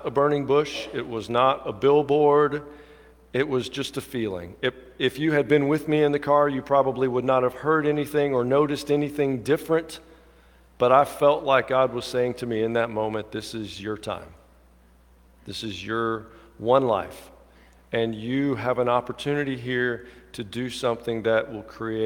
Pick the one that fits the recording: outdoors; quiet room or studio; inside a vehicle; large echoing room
large echoing room